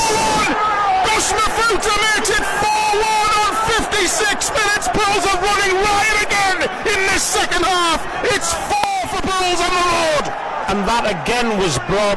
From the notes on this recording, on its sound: live during our coverage from Chesterfield on Tuesday night